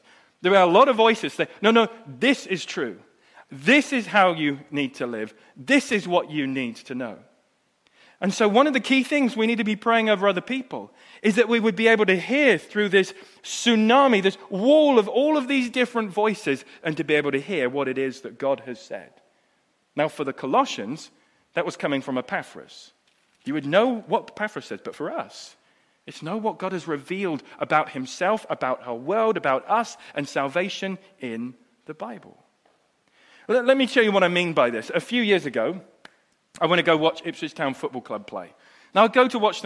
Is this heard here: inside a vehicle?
no